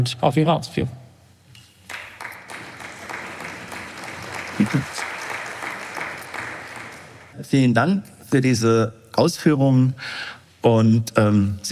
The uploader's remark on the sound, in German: Sie hören den aufbereiteten Mitschnitt eines Beitrags auf dem Karl May Kongress 2023 in Dortmund.